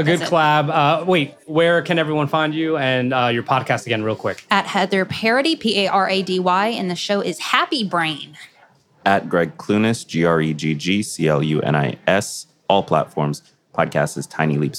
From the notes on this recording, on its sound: recorded at Podcast Movement 2021 in Nashville